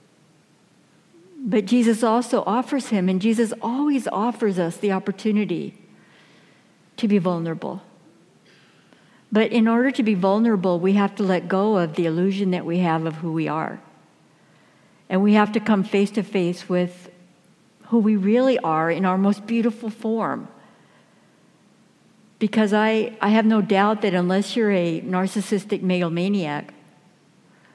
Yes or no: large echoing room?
yes